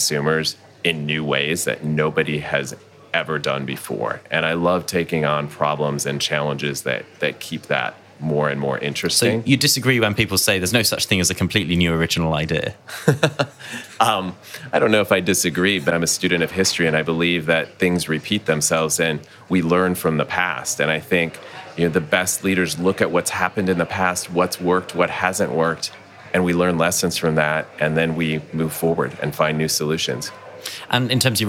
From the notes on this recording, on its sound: recorded at World Retail Congress 2019